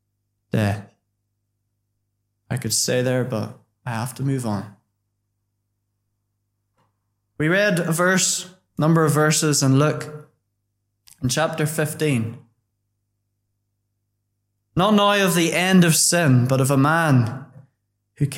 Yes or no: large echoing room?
yes